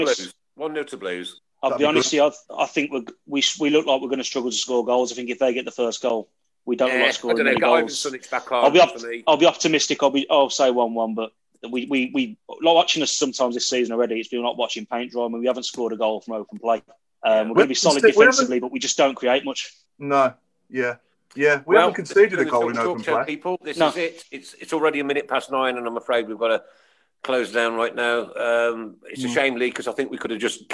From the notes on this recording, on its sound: recorded via Zoom